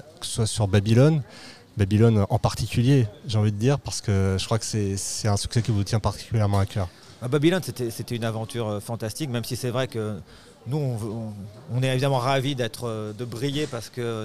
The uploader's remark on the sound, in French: Episode enregistré au cinéma Les 7 Batignolles dans le 17e arrondissement à Paris le 3 juillet 2023.